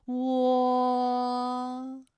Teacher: 我们的唇形始终是圆形的，舌位的动程呢是由高到半高